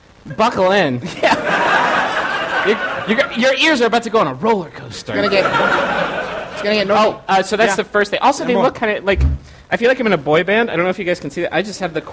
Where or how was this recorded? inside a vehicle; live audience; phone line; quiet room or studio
live audience